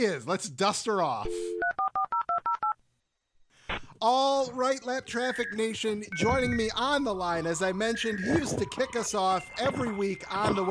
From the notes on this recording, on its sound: call into the show!